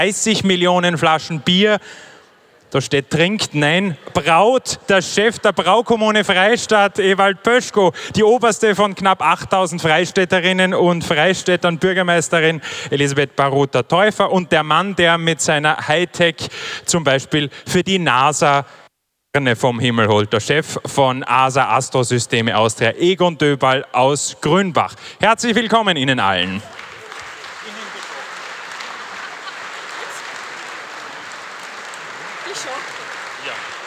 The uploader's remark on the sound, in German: Hören Sie nun die Aufzeichnung der Festivalgala